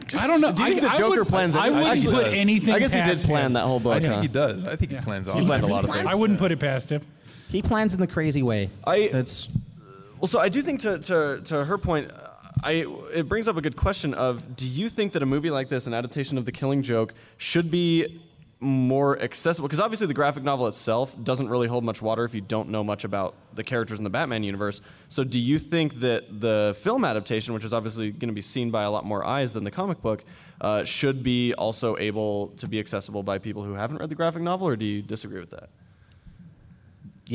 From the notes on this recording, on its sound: From Salt Lake Comic Con 2016, a panel discussion